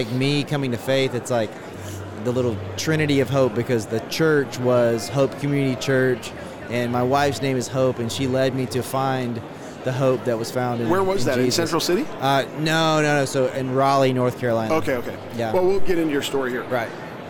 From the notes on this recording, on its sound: LIVE from NRB 2022!